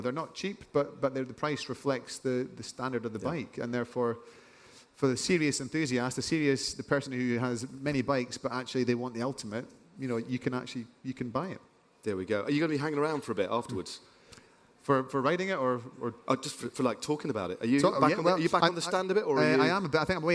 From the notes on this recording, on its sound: In this interview recorded on stage at Rouleur Live 2023.